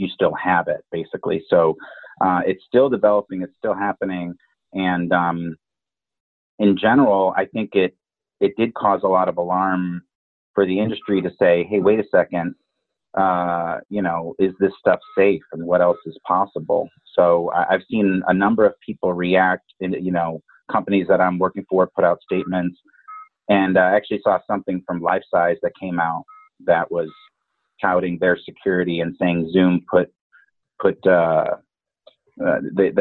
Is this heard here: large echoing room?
no